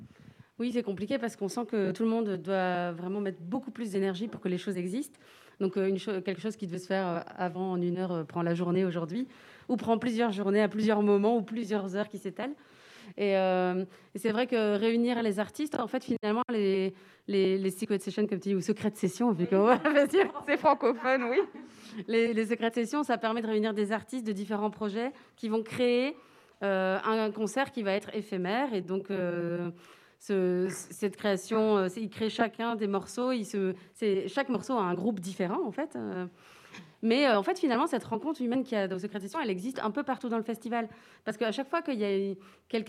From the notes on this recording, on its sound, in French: depuis le Festival Francofaune